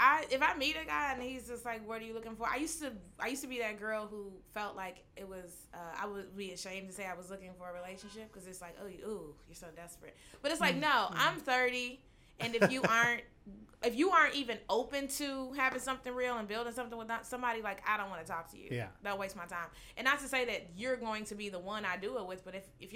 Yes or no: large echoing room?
no